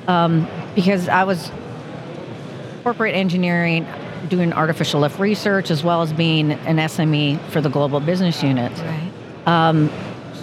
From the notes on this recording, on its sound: Recorded live at the 2023 SPE Gulf Coast Section Electric Submersible Pump Symposium.